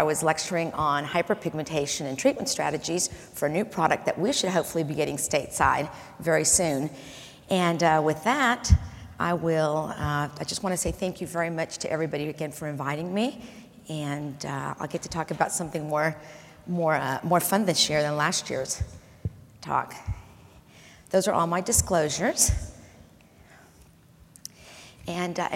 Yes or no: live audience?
yes